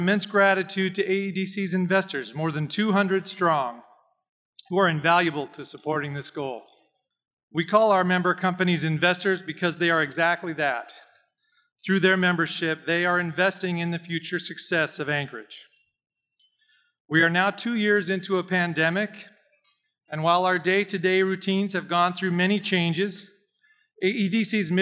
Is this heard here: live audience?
yes